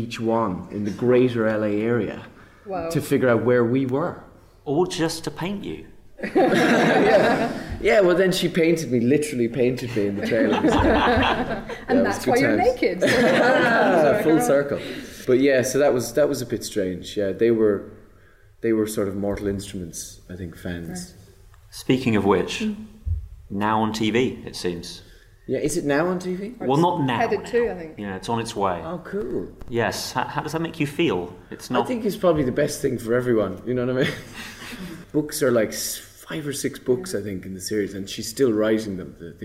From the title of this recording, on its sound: Edinburgh Live Special